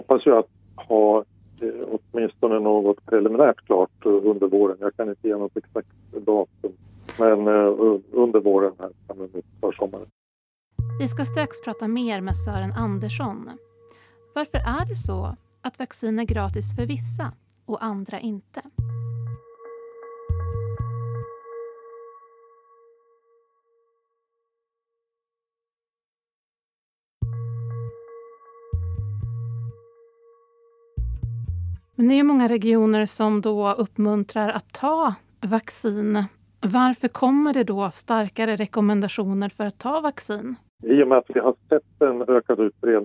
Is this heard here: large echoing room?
no